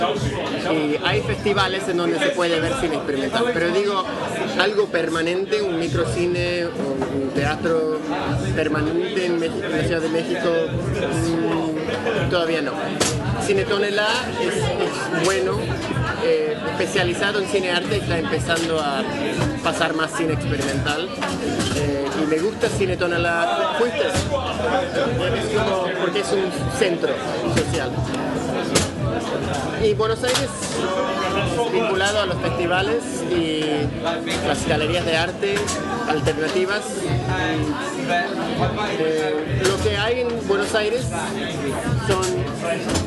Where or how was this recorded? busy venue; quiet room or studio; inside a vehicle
busy venue